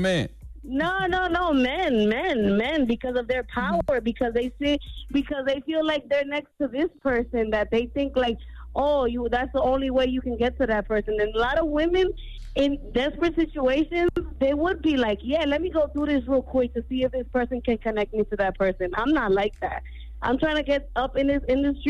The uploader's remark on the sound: We opened up the phone lines to see if any of our listeners have been accused of sleeping their way to the top!